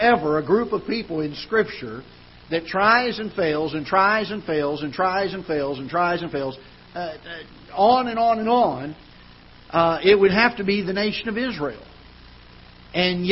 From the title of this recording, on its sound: Ketha Heights Baptist Church ~ Live Broadcast